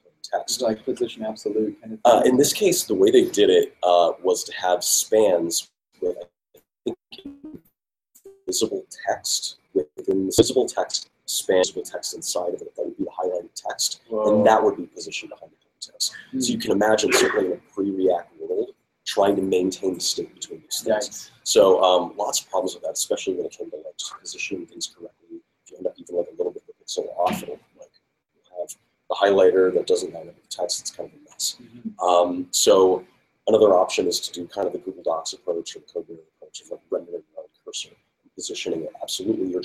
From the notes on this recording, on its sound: We'll be live at React Conf talking with speakers and others about what's going on at the conference.